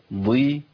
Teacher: الضاد المكسوره لسه فيها تفخيم عالي شويه عن حروف زي القاف والغين والخاء